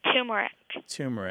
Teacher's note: usually people say it with the stress on the very first syllable